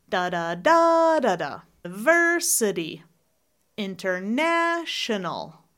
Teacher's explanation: we have a few five-syllable words where the stress is not on the first, it's not on the second, it's on the third syllable. Not the fourth, not the fifth, there's five syllables.